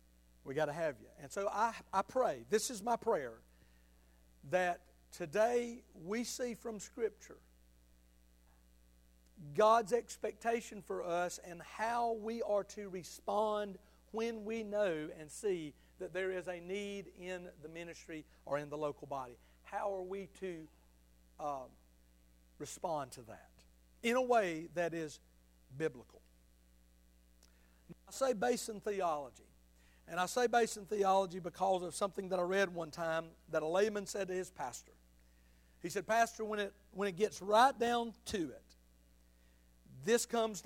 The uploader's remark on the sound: Sunday Morning sermon. At Liberty Baptist Church in Tifton, GA.